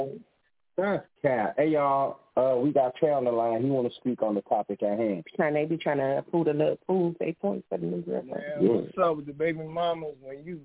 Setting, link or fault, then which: link, phone line